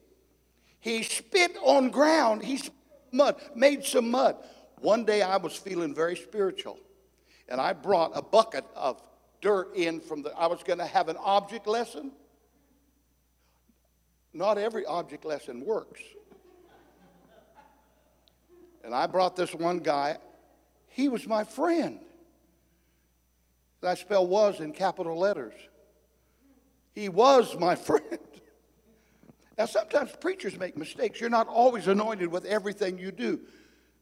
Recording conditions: large echoing room